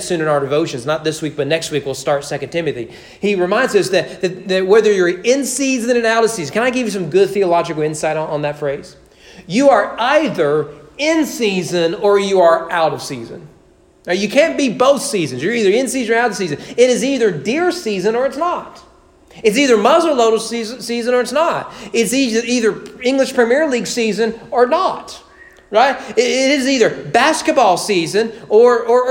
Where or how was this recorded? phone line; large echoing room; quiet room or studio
large echoing room